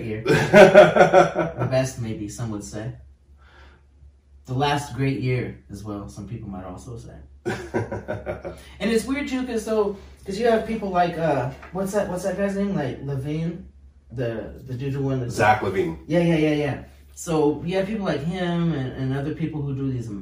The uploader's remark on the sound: The audio is bad due to the fact that it was lost, so you're listening to the camera audio